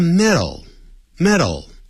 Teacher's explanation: 而叫 metal, metal,舌头弹一下就好了